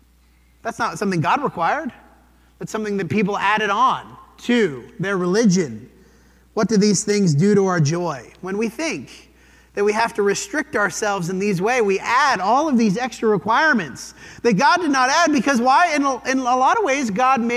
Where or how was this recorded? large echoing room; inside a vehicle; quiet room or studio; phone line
large echoing room